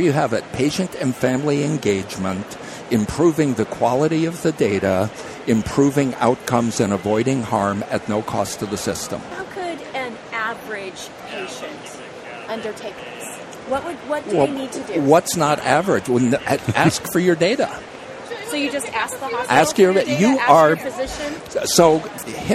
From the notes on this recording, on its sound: The episodes were broadcast live in CTGHS’s booth at the The HIMSS15 Annual Conference and Exhibition. Live from the HIMSS 15 Exhibition floor in Chicago.